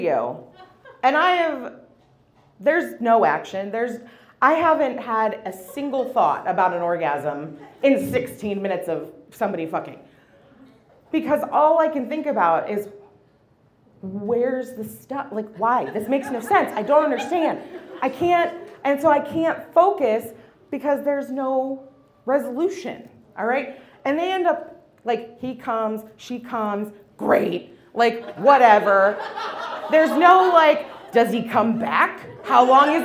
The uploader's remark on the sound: About Last Night is a monthly recurring episode releasing a single story from the previous evening's live event! Goes south is a live storytelling event out of Charlotte, NC. This podcast combines audio recordings from these live events to share with you! Goes south live events take place on the 3rd Tuesday of the month at Petra's in Historic Plaza-Midwood, Charlotte, NC.